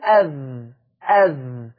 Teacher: هو انا لما اقول اذ مش انا طلعت طرف لساني مع اطراف الثنايا العليا · Term: الذال